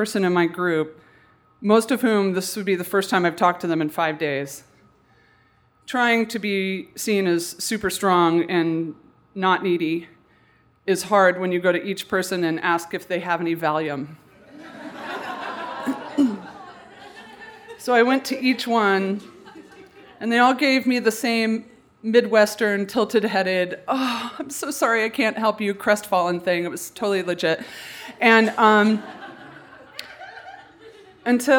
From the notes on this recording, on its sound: A special live edition of The Moth recorded at The Players Club in New York City.